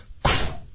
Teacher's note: 我是嘟嘴发哭，可是嗓子不震动。